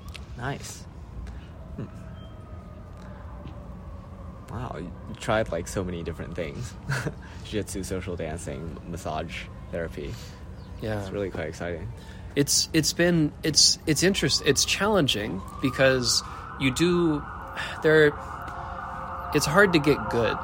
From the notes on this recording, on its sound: Street noise since we were standing in the corner of a park.